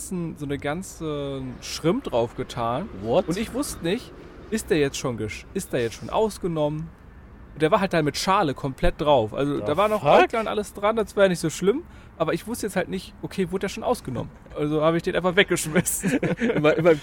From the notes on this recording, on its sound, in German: Heute bin ich mal wieder in der Welt unterwegs gewesen bei der Aufnahme.